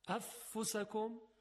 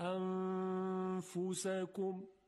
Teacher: ببینید دو حرکت غنه میاریم بعد حرف ف رو میگیم · Shown in: second take · فقط نکته اینه که ما باید موقعی که میخوایم نون رو اخفا کنیم حرف بعدی رو هدف بگیریم با دهانمون که تلفظ بکنیم انفسکم.